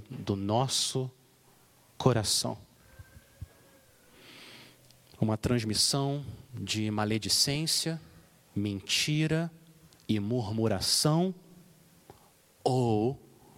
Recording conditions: large echoing room